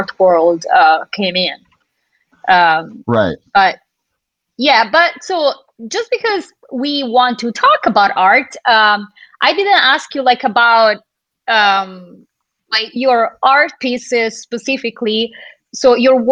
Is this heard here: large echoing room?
no